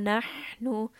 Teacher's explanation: حَ is from the throat. So we want to make sure that there's that airy sound.